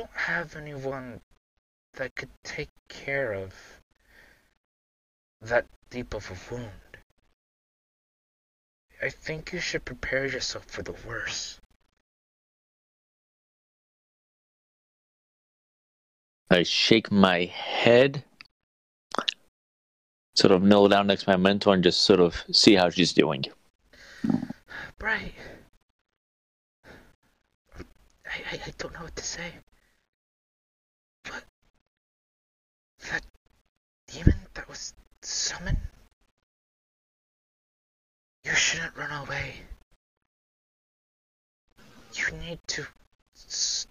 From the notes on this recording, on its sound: We are aware the audio is not consistent throughout please be patient with us as we get the audio better as the series progresses.